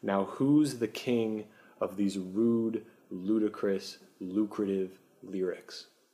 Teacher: That repeated ooh sound in who, rude, ludicrous, and lucrative, again, that's assonance.